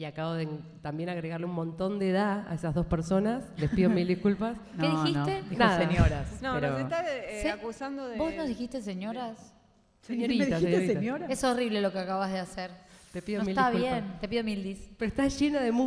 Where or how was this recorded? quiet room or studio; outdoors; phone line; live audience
live audience